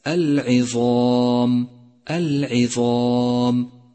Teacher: لاحظ صفة الاستعلاء لحرف الظاء من كلمة العظام، العظام، والاستعلاء كما مر معك يلزم منه التفخيم